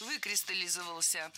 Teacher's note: Ударение падает на первый слог, на приставку «вы».